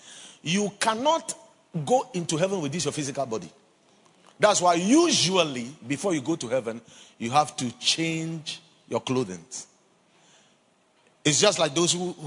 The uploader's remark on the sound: Preached at the Watered Garden Church during Days In Glory